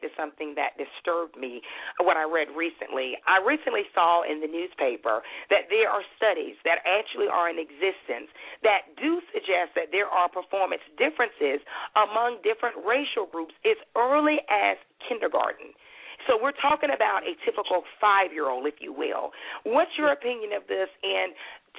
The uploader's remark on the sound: will be taking live callers throughout the show